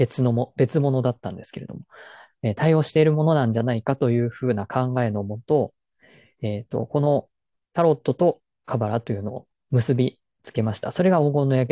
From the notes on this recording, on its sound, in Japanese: 説明会の内容を音声のみアップしました。本来はZOOMで行ったものなので画像があります。